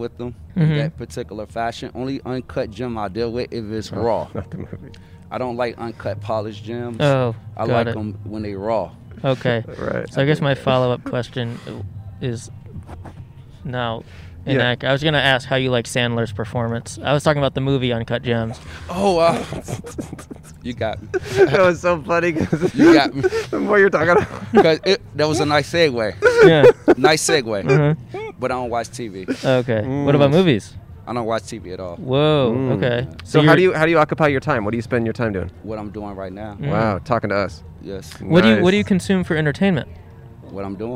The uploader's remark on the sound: We set up outside a flea market to see what sort of old crap people bought. Recorded on 1/16/21 at John Marshall High School in Los Angeles.